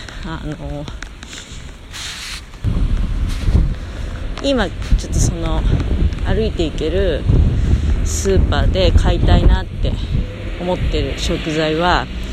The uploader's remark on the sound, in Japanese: 強風の中をひとり歩きながら喋る